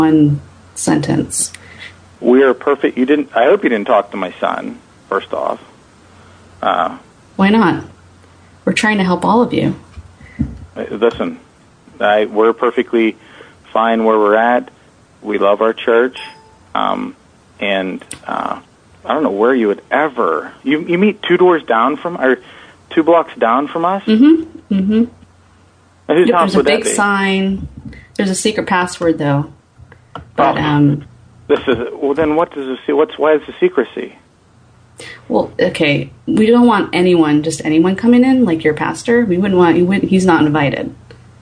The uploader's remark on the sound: RBCP's Personal Prank Phone Calls Collection